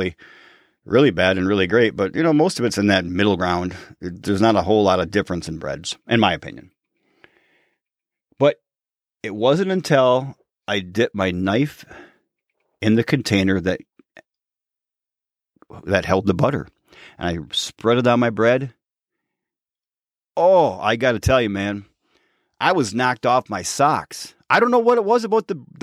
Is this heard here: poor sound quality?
no